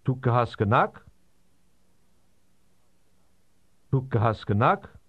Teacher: To ask a question in Armenian, you simply add a rising intonation to the end of the statement.